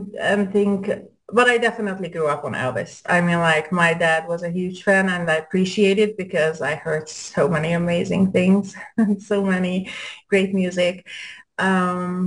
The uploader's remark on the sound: Zoom Show